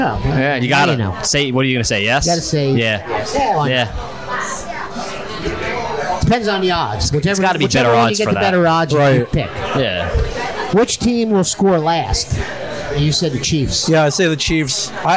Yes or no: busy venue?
yes